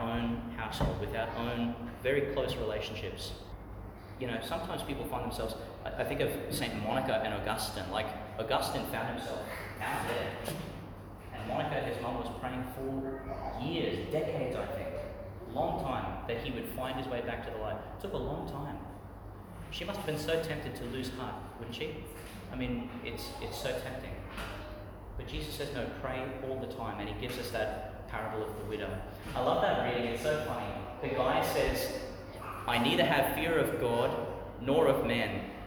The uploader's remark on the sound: Homily for the Twenty-nineth Sunday in Ordinary Time, delivered St Peter Chanel Church, Tannum, Qld.